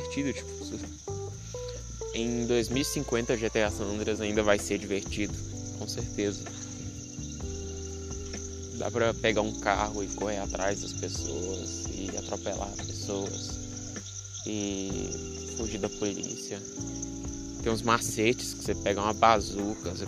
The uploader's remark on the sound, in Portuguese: In roça. Muito barulho, desculpa.